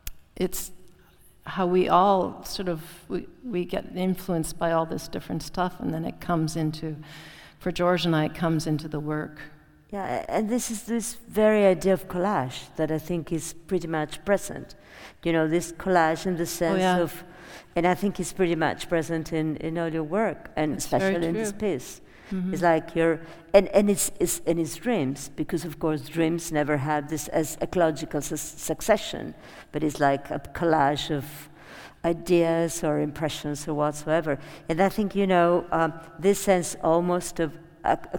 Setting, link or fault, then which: setting, live audience